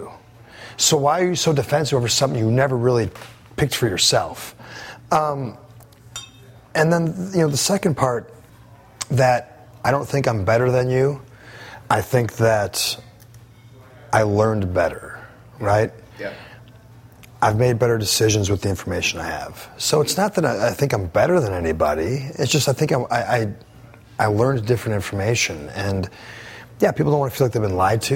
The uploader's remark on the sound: This show was taped live at Café of India in Washington, DC.